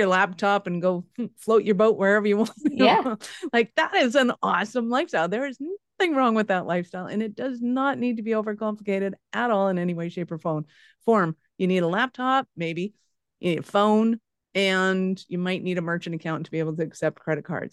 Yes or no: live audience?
no